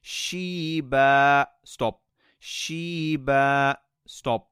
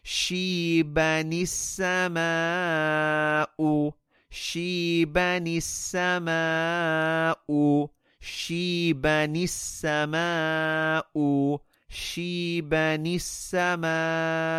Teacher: if you are continuing, you are not stopping, then technically we will recite and pronounce a small noon · Shown in: second take